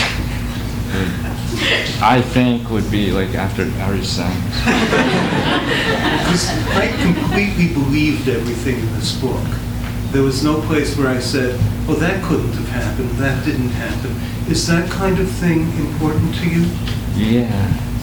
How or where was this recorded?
live audience